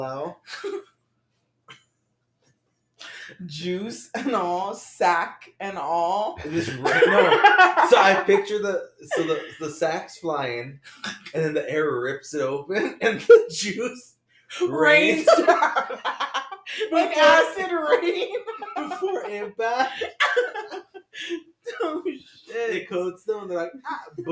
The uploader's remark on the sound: this episode was filmed in the back rooms at 2am….so please excuse the way it sounds.